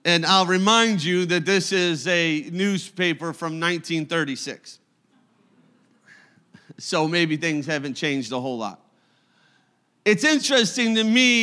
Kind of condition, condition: setting, large echoing room